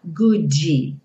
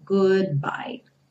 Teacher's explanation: O D interrompe o som e o B já vai iniciar um novo som. · Shown in: second take